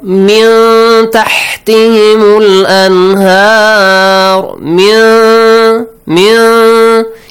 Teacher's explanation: You hide the sound of min here because you have a ta after that.